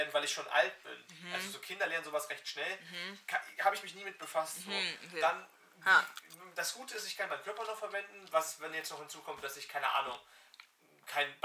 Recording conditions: uneven or low level